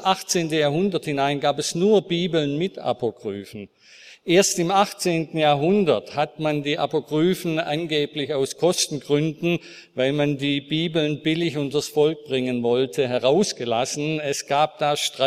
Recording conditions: large echoing room